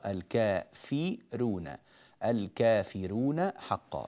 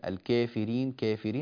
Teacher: الكاف في الكافرون ليست مقللة، والكاف في الكافرين مقللة، فشرط تقليل الكاف في الكافرين أن تكون بالياء هكذا، كافرين أو الكافرين للكافرين ونحو ذلك، فتكون مقللة، الكافرين كافرين، هذا لقالون رحمه الله تعالى.